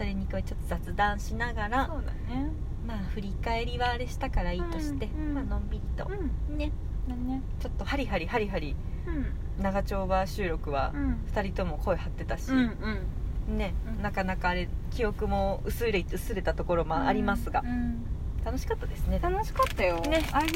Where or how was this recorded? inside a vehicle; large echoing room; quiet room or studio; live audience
inside a vehicle